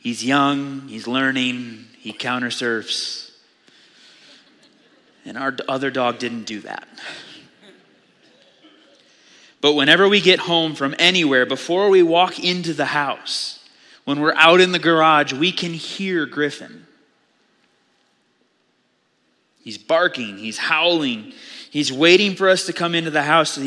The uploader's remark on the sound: Audio file of the Sunday Morning Sermon.